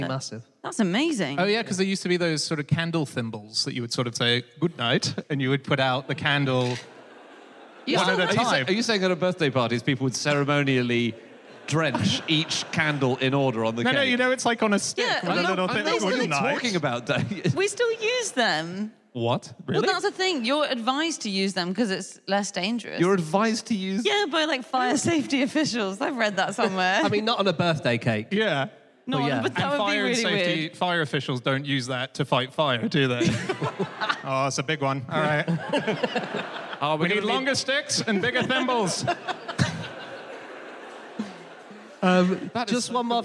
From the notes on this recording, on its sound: Live from Coventry